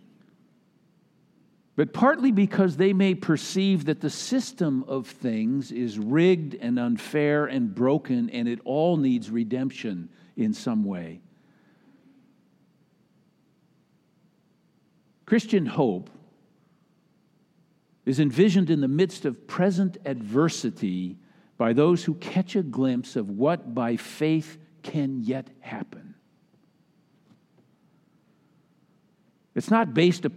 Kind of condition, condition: setting, large echoing room